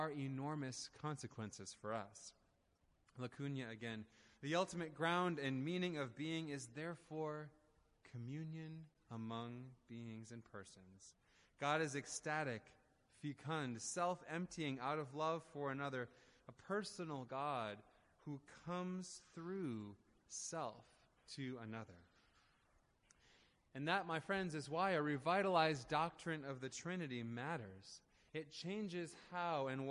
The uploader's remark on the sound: Audio recording of the sermon in Ellis Hall